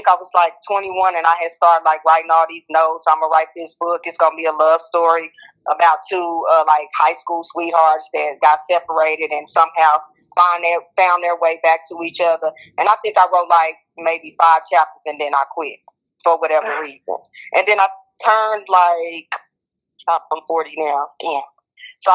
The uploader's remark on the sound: On the phone interviewing authors.